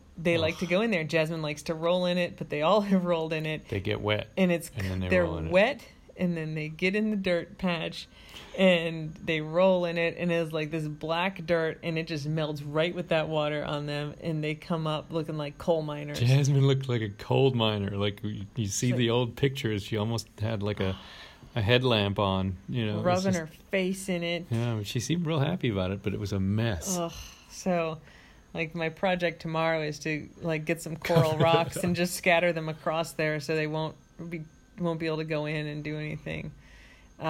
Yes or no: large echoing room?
no